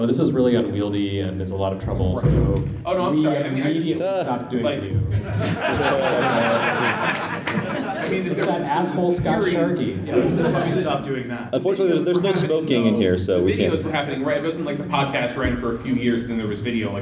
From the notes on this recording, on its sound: Live from PRGE 2016. On this special live episode of Retronauts.